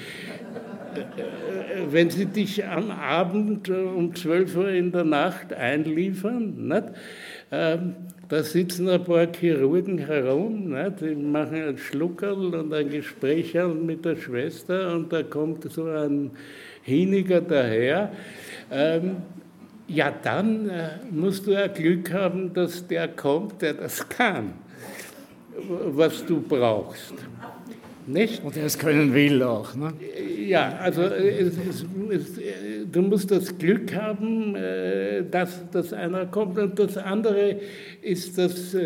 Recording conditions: live audience